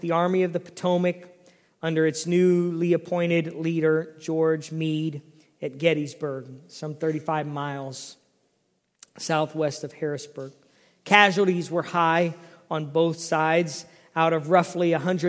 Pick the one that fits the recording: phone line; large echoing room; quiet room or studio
large echoing room